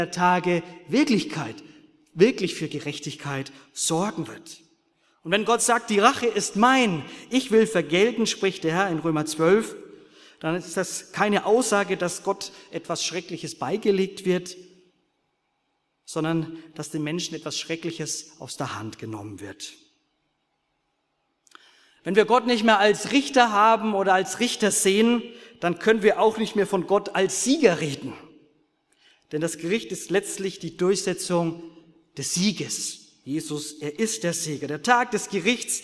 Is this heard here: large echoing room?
yes